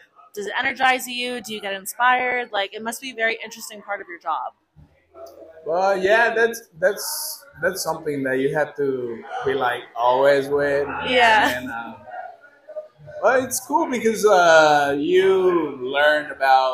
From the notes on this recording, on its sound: We recorded this episode at El Tasting Room in Puerto Vallarta, Mexico.